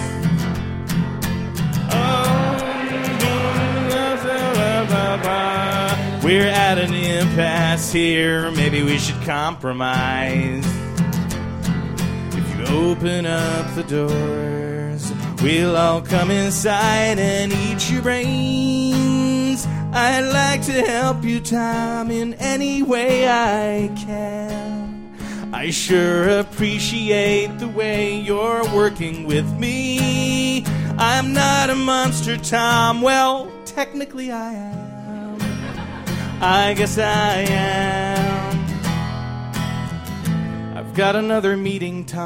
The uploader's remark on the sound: live at The Bell House in Brooklyn, NY